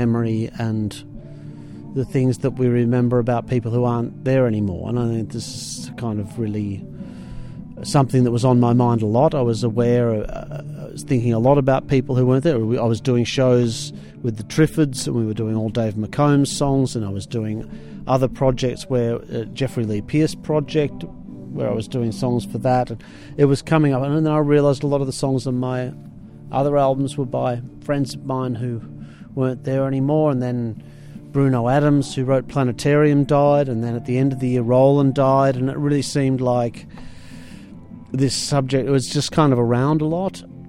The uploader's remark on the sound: Live interview or Conversation under the Stars at The Hacienda in Nimes France October 2012. Sat down at a table under a tree and I recorded our very relaxed conversation.